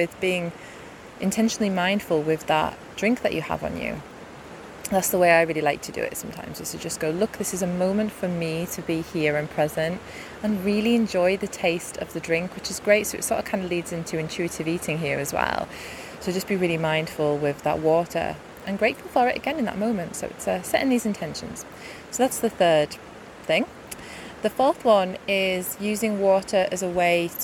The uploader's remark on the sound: I recorded this next to my local river whilst out on a gorgeous walk, so hopefully the water sounds add to the listening experience.